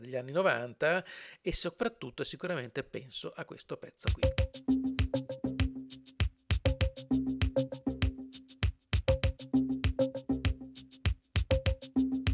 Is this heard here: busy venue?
no